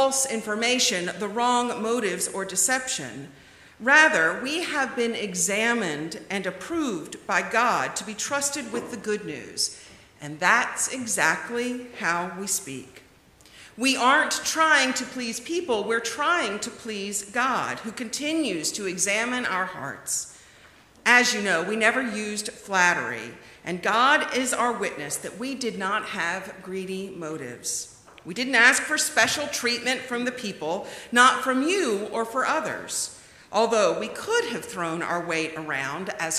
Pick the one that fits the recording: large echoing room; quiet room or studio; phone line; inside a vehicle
large echoing room